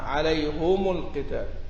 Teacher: إذا وصل وجاء ساكن يضم الميم معها